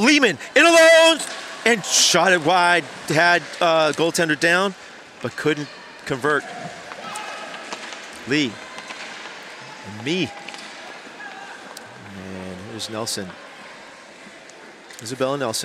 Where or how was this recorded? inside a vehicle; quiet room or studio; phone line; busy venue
busy venue